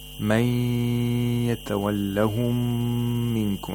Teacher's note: we have إدغام of ميم ساكنة into another ميم.